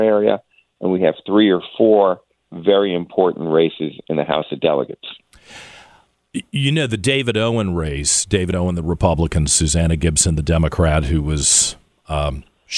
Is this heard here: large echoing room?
no